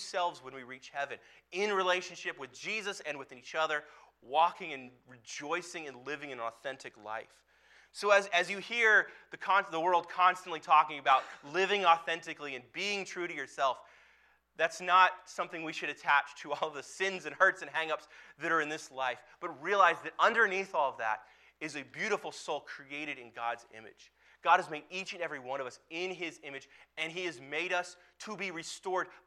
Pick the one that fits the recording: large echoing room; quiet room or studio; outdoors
large echoing room